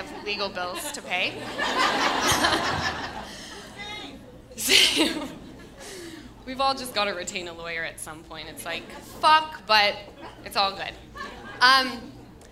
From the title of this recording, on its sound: Live From The Improv